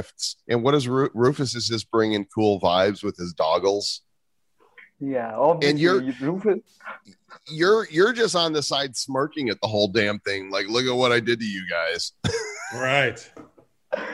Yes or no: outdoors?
no